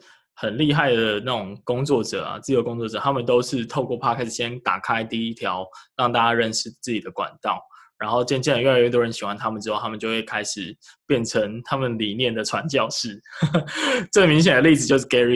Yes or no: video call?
yes